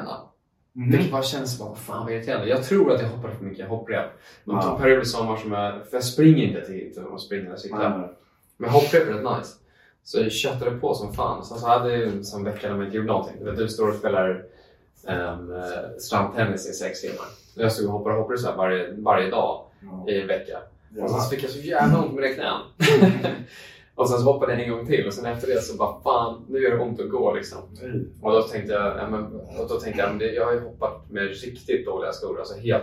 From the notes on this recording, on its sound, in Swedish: Om du undrar varför ljudet är lite kefft så är det för att vi misslyckades med att sätta på mickarna och därför blev tvungna att använda kamerans ljudupptagning istället.